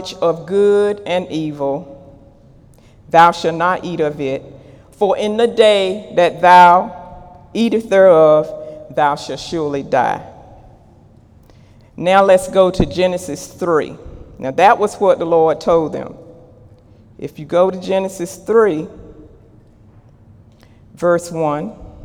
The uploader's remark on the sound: During Sunday morning service on May 20, 2018